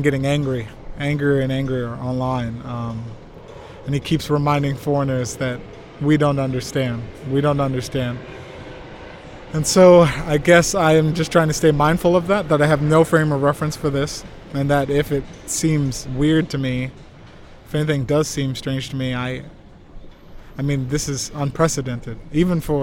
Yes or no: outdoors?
yes